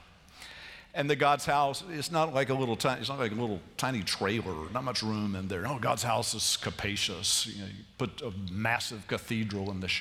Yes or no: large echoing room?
yes